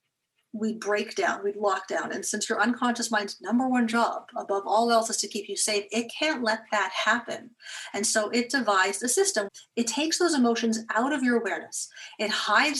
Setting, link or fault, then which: link, video call